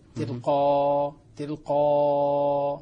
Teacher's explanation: الإبدال ألفا مع ثلاثة المد